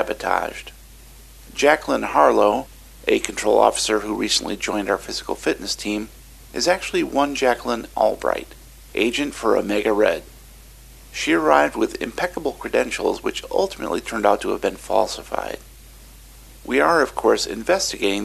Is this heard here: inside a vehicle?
no